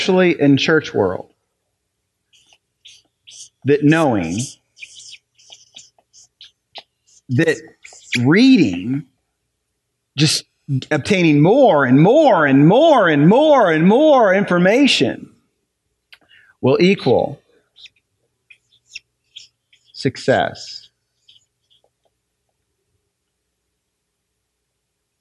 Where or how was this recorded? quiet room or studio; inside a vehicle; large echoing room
large echoing room